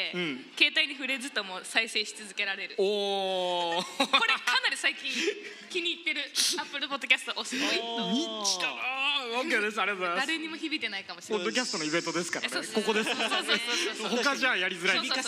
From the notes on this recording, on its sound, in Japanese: 先日開催されました与太話2.0主催のオフ会and公開収録イベント「寄り合い2.0」にて行われた2本の公開収録から、まずは前半！フロアーでは若干音が聞き取りづらかったとご意見いただいておりましたが、こっちは大丈夫です！